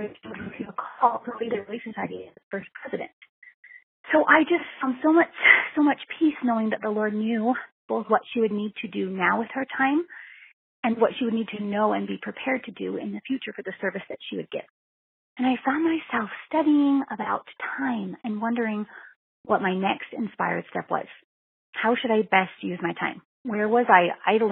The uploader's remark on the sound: Listener Call-in Show. Today you get to hear from 11 women who called in and shared the blessings they have seen.